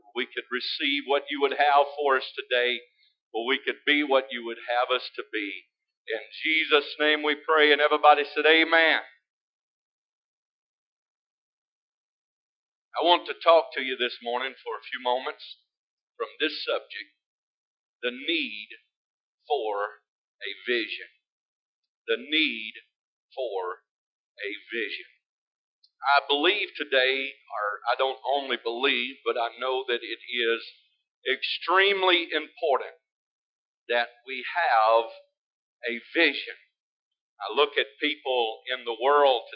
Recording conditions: large echoing room